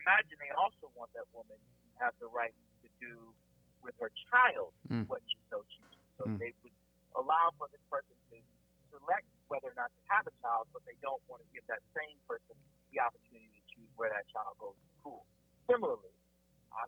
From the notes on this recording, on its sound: There are times when the audio is challenging to hear as we recorded this interview via phone